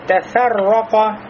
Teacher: Ро и ков широкие, значит, фа у нас узкая. Нельзя сказать тафаррока.